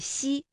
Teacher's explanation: 舌面的前部要接近硬腭的前部，留出一个窄缝，气流从缝中挤出，摩擦成声